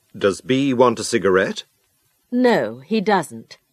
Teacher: The voice rises on the questions and falls on the answers. · Term: intonation